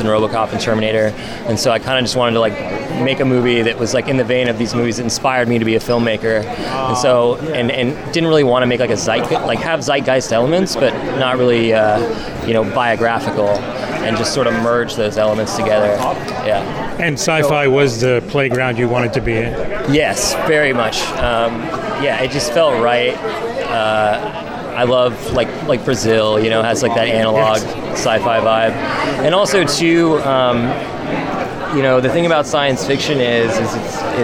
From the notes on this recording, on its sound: Red carpet interviews taped at Tribeca Festival in 2015